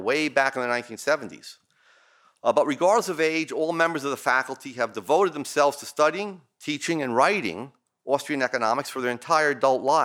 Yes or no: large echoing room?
yes